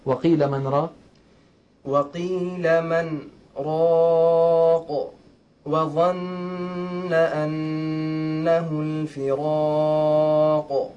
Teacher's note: أتى حرف القاف في وقفنا عليه فكان فيه قلقلة كبرى. إذن هو حرف القاف الذي كنت تقف عليه سكن بسبب الوقف وبالتالي صار حرف قلقلة.